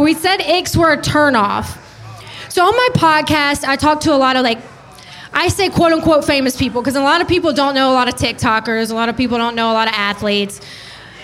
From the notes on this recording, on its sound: Goes live from Biergarten in Boca Raton, Florida. Went live solo at the bar here in Florida.